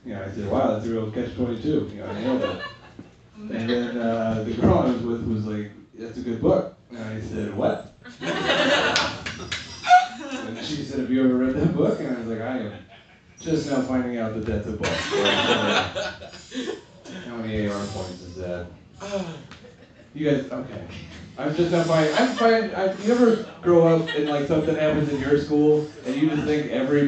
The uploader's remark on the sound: Recorded during the weekly Midnight Mic at Funhouse Lounge. Slightly interrupted.